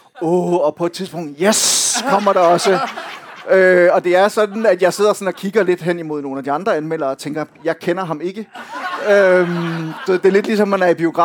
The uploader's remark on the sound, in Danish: Podcasten er optaget i forbindelse med Kulturnatten i Informations Kantine